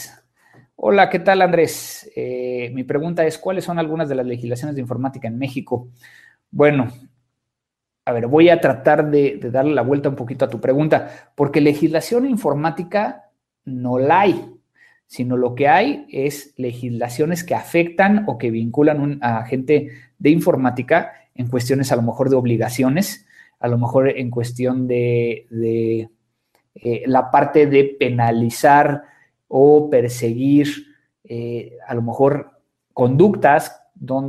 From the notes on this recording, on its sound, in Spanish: lo realizamos en vivo a través de Hangout de Google